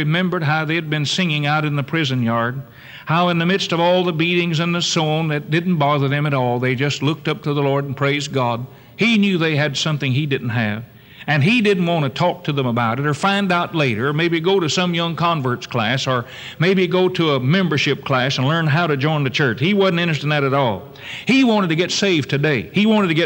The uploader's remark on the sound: Originally preached on July 7, 1974 at Northside Baptist Church.